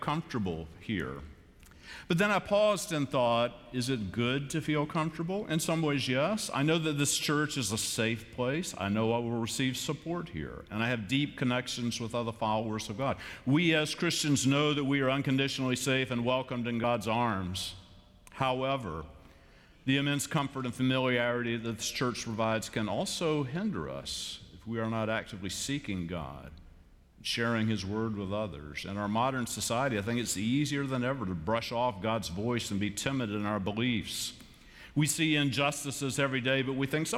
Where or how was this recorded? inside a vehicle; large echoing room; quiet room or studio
large echoing room